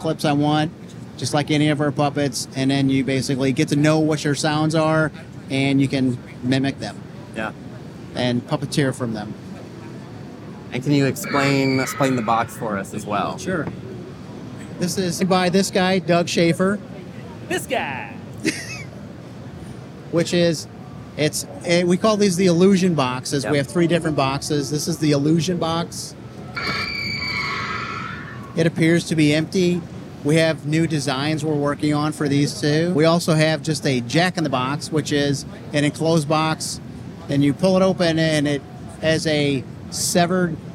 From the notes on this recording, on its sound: This interview was recorded during the IAAPA Expo on the show floor.